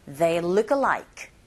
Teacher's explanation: 이 단어가 마치 alike가 아니라 어가 떨어져 나와서 앞에 단어와 연결됩니다.